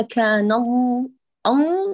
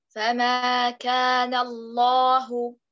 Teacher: شبعت اللام بغنة كما لو كانت نونا · Shown in: first take